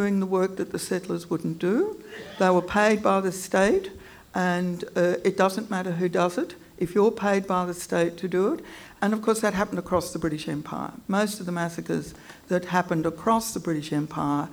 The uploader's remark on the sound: This session was recorded at the 2018 Newcastle Writers Festival as part of the University of Newcastle's free NEW Thinking series.